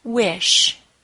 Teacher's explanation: Wish ends in the SH sound, which is unvoiced.